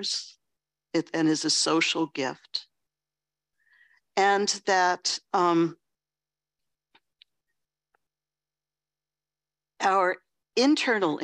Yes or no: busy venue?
no